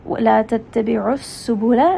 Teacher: seen here does have safir, so it has a little bit of that whistle